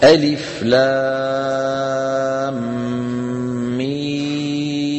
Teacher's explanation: لام ميم كل منهما يمد بمقدار 6 حركات · Term: لازم كلمي